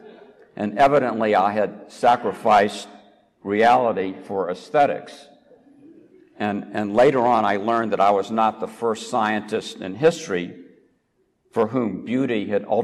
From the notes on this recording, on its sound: recorded at the Dome Room at the Rotunda of the University of Virginia